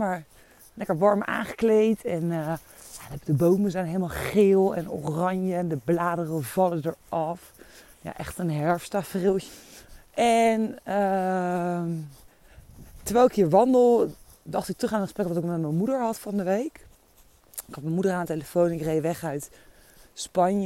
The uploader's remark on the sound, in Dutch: Deze aflevering, opgenomen tijdens een wandeling in de Ardèche in november 2022, gaat over de tijdelijkheid van het leven.